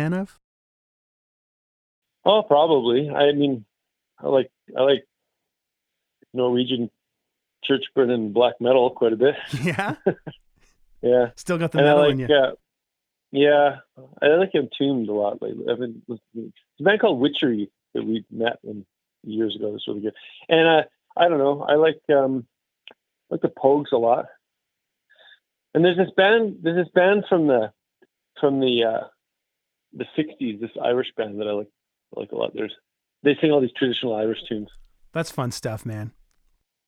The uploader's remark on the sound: We caught up on the phone